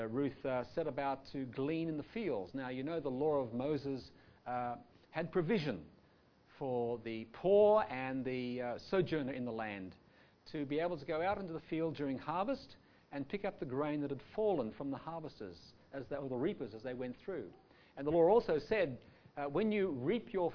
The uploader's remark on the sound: Audio sermon recorded live from the King's Way Christian Fellowship Church Camp 2019 at Phillip Island, Australia.